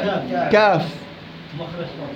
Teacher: المخرج الثاني وأنا نازل على اللسان كاف. أقصى اللسان، أقصى اللسان، لكن بعد القاف.